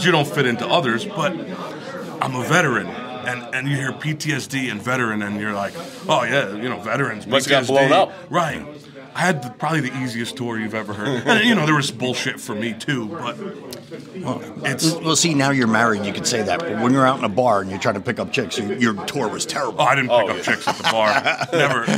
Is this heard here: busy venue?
yes